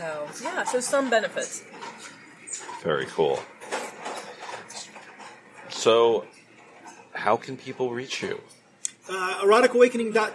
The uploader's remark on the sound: Erotic Awakening Podcast at Leather Leadership Conference